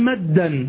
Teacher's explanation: فالدال الأولى ساكنة، الدال الأولى ساكنة، فهذا مثال الإدغام الصغير